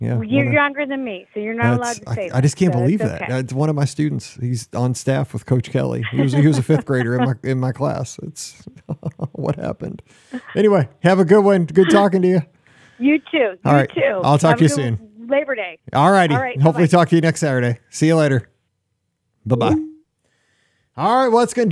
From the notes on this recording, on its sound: This is the Live Call-in Show